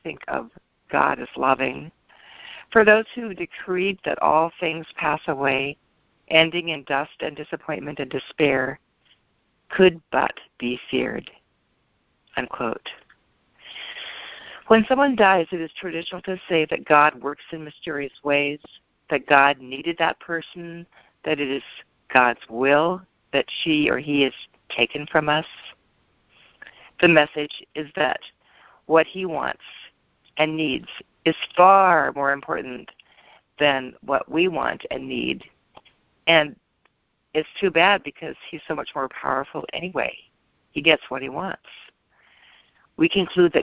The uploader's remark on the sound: ACIM Daily Conference Call